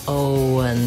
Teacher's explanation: it just happens naturally as I move from O to un, Owen, that the W comes in